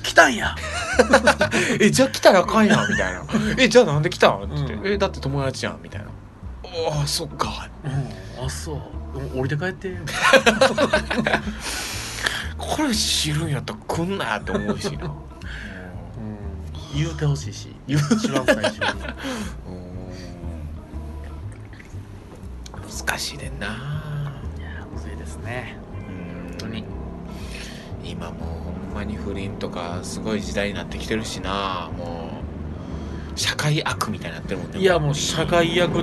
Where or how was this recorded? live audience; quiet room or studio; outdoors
outdoors